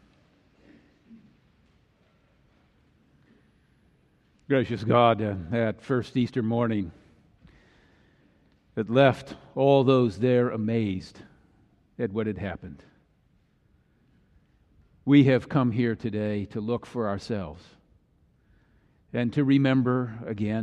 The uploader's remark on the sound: Easter message delivered during the Tradtional Worship service.